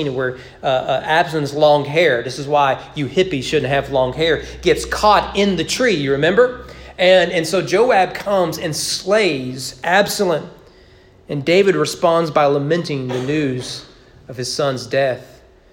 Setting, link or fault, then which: setting, large echoing room